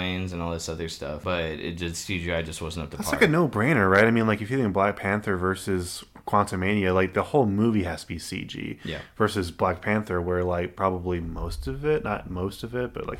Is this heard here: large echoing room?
no